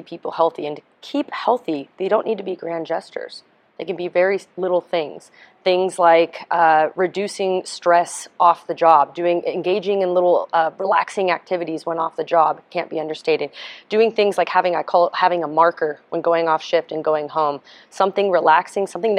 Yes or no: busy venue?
yes